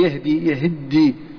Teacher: فالتاء أخفيت في الدال في الحرف الأصلي، ثم شدد هذا الحرف الأصلي · يهدي، يلاحظ في هذه الكلمة أن التاء غير موجودة، أصلها يهتدي فهذه التاء غير موجودة، وإنما التاء أضغمت في حرف الدال فلم تلفظ التاء · Term: التشديد